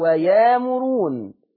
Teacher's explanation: إبدال الهمز الساكن بألف مادية فتقرأ ويامرون